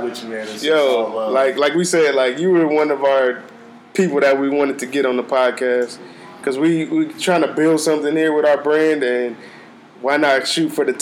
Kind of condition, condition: fault, sounds in the background